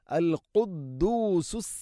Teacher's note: ഖാഫ്, തൊണ്ടയുടെ മുഗൾ ഭാഗവും കഴിഞ്ഞ് ചെറുനാക്ക്